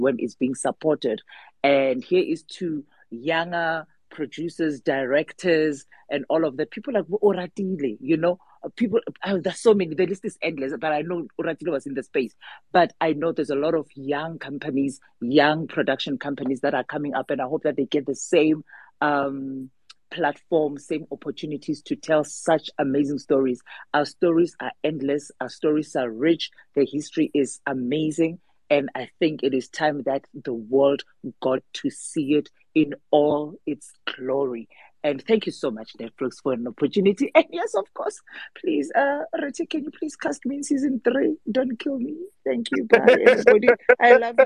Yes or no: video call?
yes